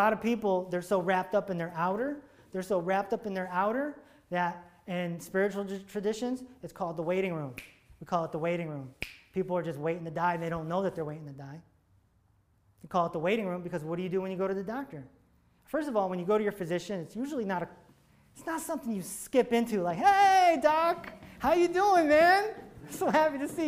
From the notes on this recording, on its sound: This episode is from a live seminar he did in front of 50 people at the BRIDGE Healing & Arts Center in Farmington, CT on May 8th 2019.